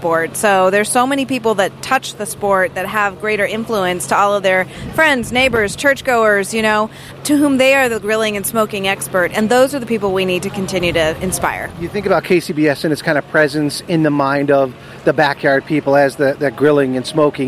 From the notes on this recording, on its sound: Live &#8220;On The Road&#8221; from The Jack Daniel&#8217;s World Championship BBQ Invitational. Live “On The Road” from The Jack Daniel’s World Championship BBQ Invitational.